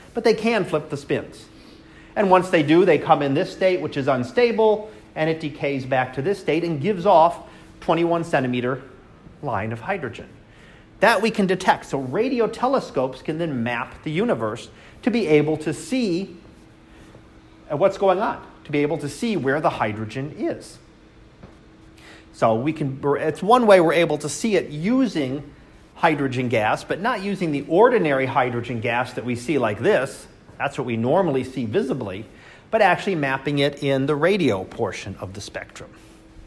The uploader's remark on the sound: Live Class Lecture 2019 Oct 21